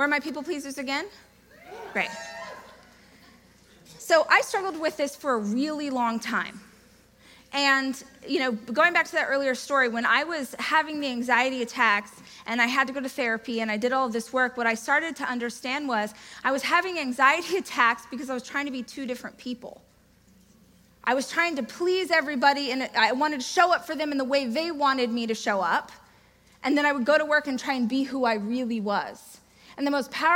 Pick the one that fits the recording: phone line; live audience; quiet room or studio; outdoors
live audience